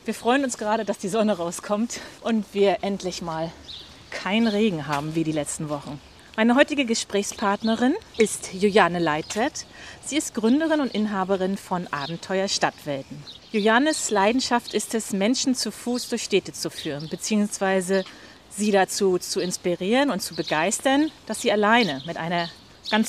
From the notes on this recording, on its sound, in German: Wir nehmen nach einigen im Sitzen aufgenommenen Episoden heute wieder beim GEHEN auf. Wir GEHEN durch die nördliche Altstadt von Rostock.